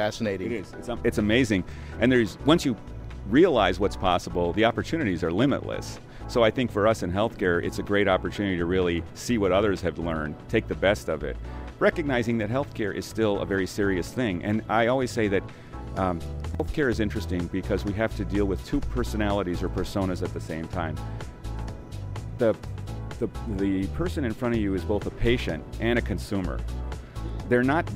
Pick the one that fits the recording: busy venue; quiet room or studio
busy venue